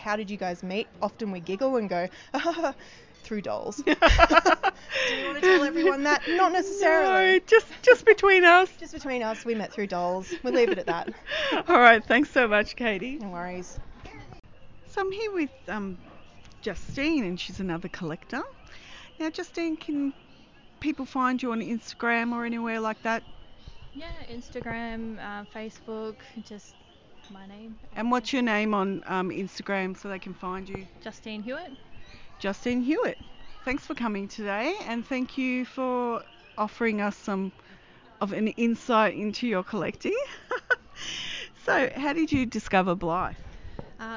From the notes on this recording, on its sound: Recorded at a mini meet. In Melbourne, Australia.